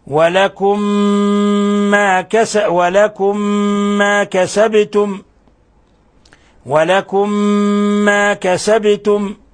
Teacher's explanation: لها ما كسبت ولكم ما كسبتم، ولكم ما إضغام مثلين صغير لأن الميم الأولى ساكنة والميم الثانية متحركة، ولاقت الميم الثانية الميم الأولى بلا فاصل بينهما، فندغم الميم الأولى في الميم الثانية